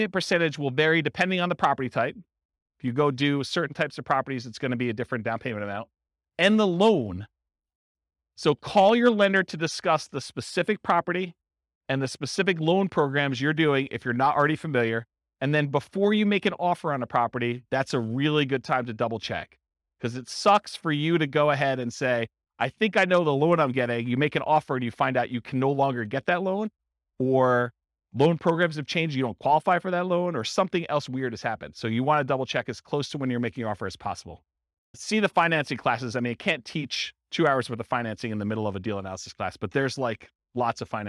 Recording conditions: live audience